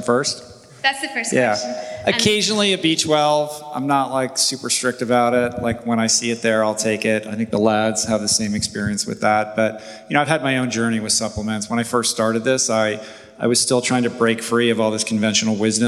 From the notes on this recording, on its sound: Live In Dublin. Took place before a live audience at the gorgeous Smock Alley Theatre this past summer in Dublin, Ireland. I sincerely hope you enjoy our live presentation, which includes loads of great questions from the audience.